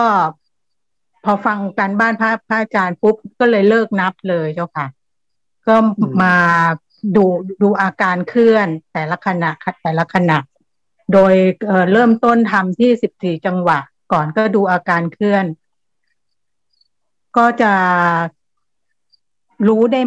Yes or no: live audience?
no